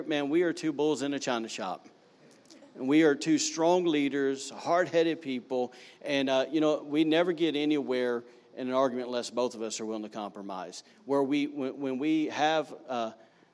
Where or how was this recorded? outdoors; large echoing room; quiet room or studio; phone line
large echoing room